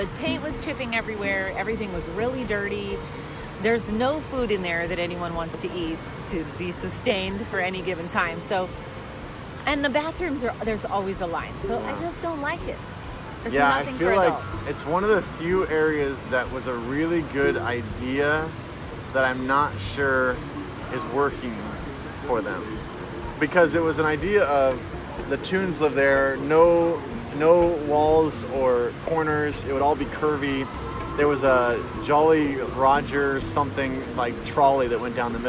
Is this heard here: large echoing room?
no